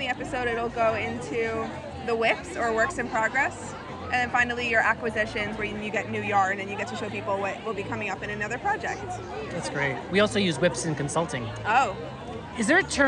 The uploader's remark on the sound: takes you live to the New York Sheep & Wool Festival at the Dutchess County Fairgrounds